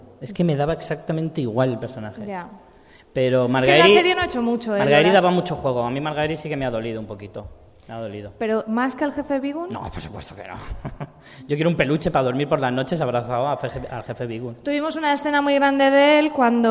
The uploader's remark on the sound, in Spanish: Directo en FanCON 2016. Ya podéis escuchar el programa que grabamos en directo en Fancon Barcelona. Además contamos con un público maravilloso que también participó en la grabación.